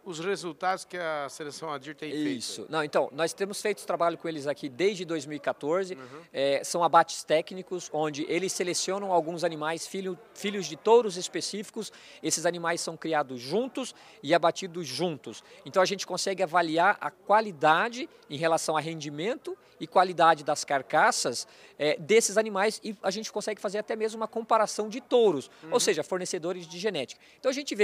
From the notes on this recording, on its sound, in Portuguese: Nesta prosa, gravada durante o Meeting Adir